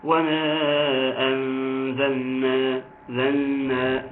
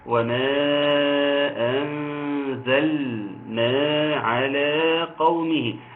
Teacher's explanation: اظهار اللام جيدا في انزلنا · Shown in: second take